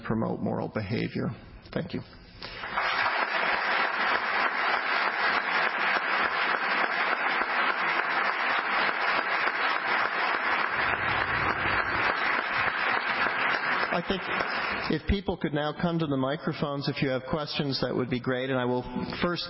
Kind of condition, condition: setting, live audience